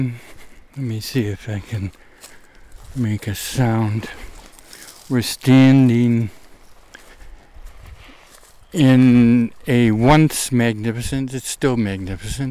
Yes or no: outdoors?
yes